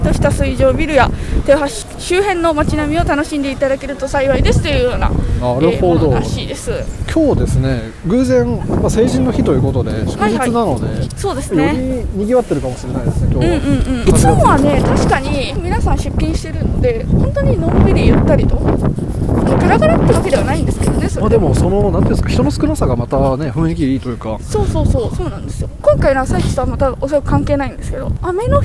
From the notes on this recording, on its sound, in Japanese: 愛知県豊橋市で開催された水上ビルの朝市に参加してきました。初めてのインタビューに我々も少し緊張しましたが、お店の方々がとっても優しく温かかったので素敵な収録ができました。食べ物に音楽、アートや植物など、様々な物が出展される朝市。